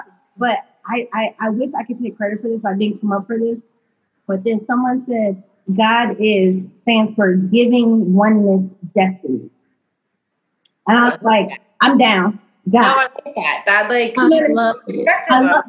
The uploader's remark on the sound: If the audio isn't up to par